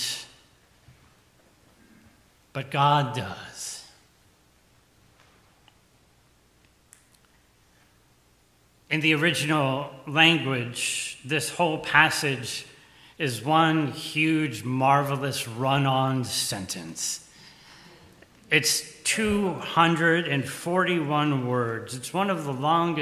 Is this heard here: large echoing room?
yes